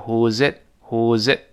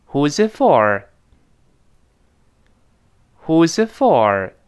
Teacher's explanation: 那个 z 跟后面 it 连到一块儿，变成 who'sit， who'sit， z 连到一块儿。后面那个 t 失去爆破了，因为后面 for 又是辅音开头嘛，这个爆破音 t 就只做动作，但是没有喷出来，啊。我们跟老师读一遍，注意最后降调，特殊语言句啊。Who is itfor？Who's itfor？好，这有上下文，就是这个招待会，给谁准备的呀？招待谁呀？嗯，好，第二人就有文有答了，他说，It's for a